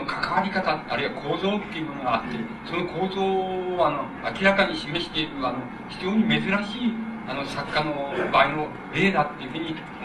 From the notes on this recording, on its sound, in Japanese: 主催：京都精華大学 学生部 場所：京都精華大学。京都精華大学大教室。一般の人にも開放され、 他大学の学生の参加も多かった。音源は主催者から提供だが ライン録音ではない。